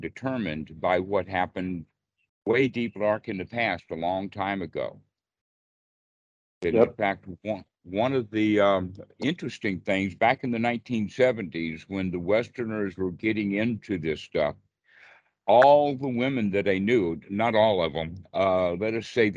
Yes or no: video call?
yes